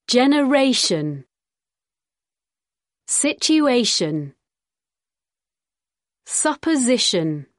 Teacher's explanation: The stress is on the penultimate syllable, the second from the end. · Term: Stress pattern